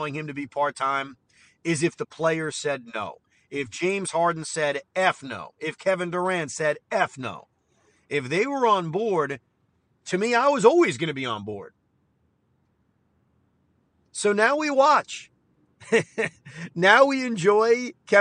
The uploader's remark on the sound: While driving back from the studio